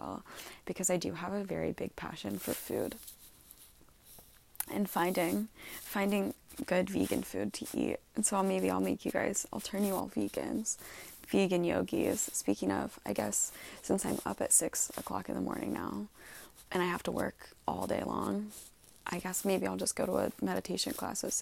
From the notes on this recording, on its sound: Live from my bed. Excuse the background noise.